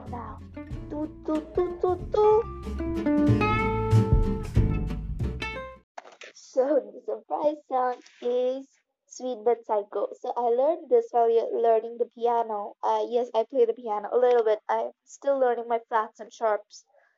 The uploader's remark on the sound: Sorry guys if the voice was not clear and that there was no tuning actually there's a technical problem so sorry .